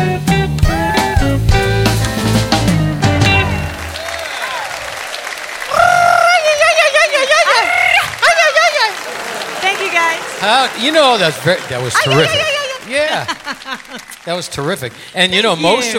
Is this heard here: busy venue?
yes